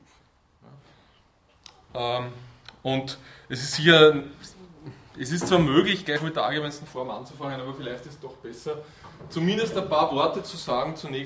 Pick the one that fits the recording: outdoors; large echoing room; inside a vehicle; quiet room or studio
large echoing room